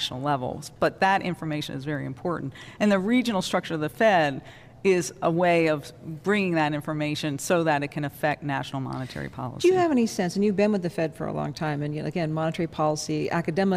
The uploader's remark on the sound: Live from the Federal Reserve Bank of Cleveland.